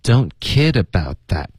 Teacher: 我们的重音不是包，OK，是 kid。